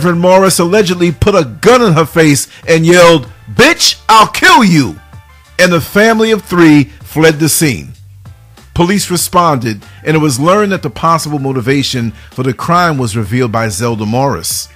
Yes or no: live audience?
no